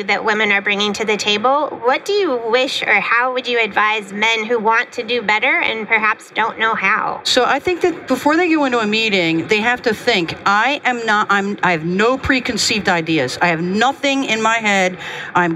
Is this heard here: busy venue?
yes